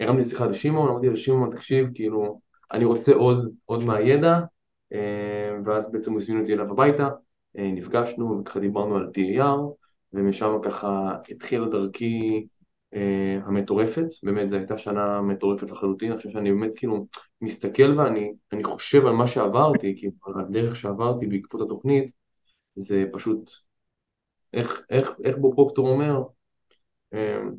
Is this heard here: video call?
yes